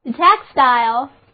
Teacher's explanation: 后一个 t 发音浊化， i 字母发 i 的本字母音